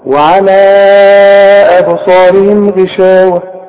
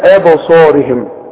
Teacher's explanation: المد اللي بعده الهمز لابد ان احنا ايه نمده اربع حركات · Term: منفصل